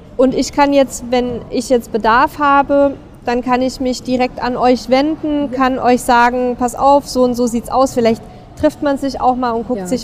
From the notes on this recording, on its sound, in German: Caravan Salon 2023 live. Live" auf dem Caravan Salon.